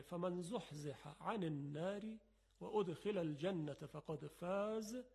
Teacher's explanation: عین و حاء از وسط گلو یا حلق تلفظ میشن، یه فشار مختصری در وسط حلق ایجاد میشه